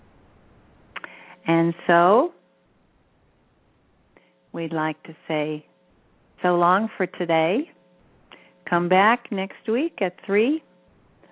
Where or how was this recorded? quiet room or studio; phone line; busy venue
phone line